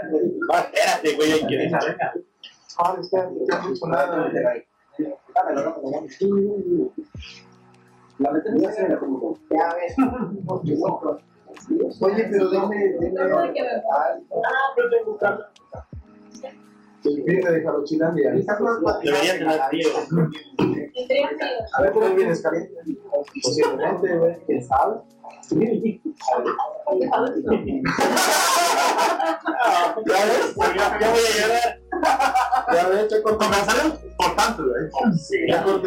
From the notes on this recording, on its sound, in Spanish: Disculpen que el audio quedara de la chingada, ahora sabemos que el micrófono no funciona en exteriores.